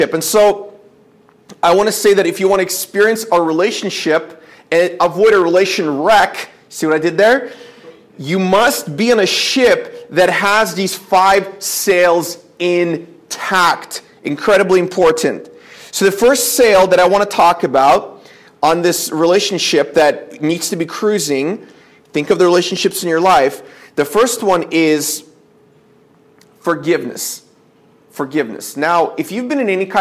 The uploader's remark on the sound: This is a sermon I preached at my church